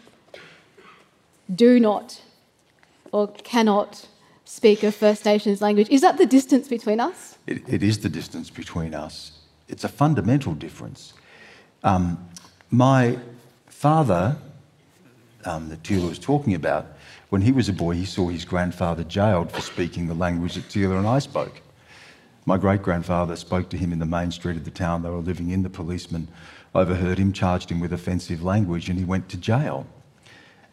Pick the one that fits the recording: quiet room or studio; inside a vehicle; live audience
live audience